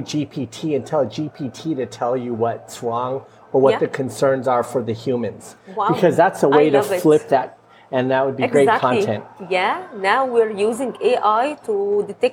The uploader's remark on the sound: Recorded in a quaint coffee shop in Dubai.